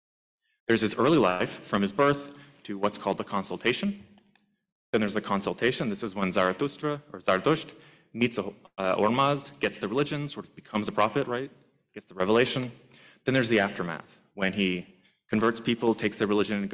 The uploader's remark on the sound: This lecture was part of the Zoroastrian Studies Symposium. Which took place at U of T.